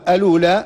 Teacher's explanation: بهمزة الوصل وبعدها لام مضمومة وبعد اللام واو ساكنة